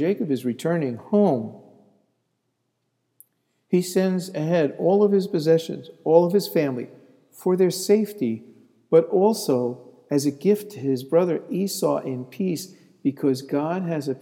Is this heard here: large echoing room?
yes